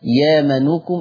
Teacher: ابدال الهمزة اقلبها الألف مادية · Term: حكم الإبدال لورش